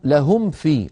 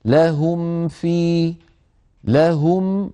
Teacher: هم في ميم ساكنة من الشفتين بعدها فاء، الفاء من باطن الشفة السفلى مع أطراف الثنايا العليا